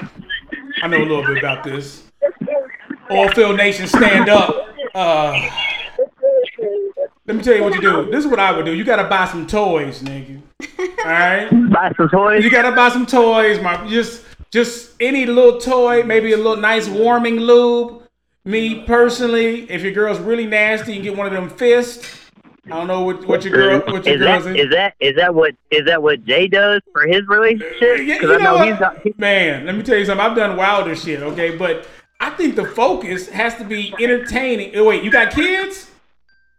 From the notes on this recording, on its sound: Audio cut in half, sorry